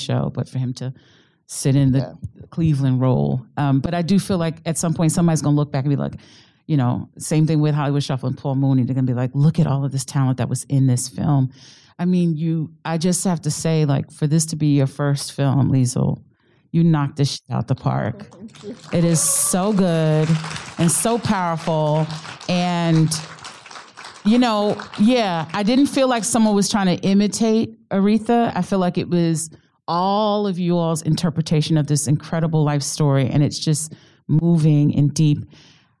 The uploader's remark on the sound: in a Q&A at the DGA theater in New York